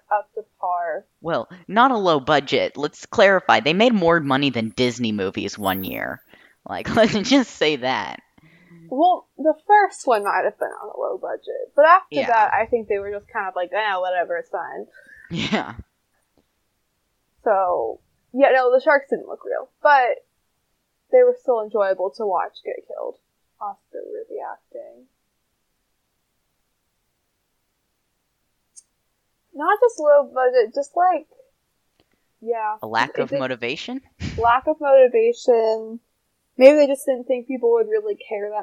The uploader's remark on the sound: Since it's new the audio is a little rough.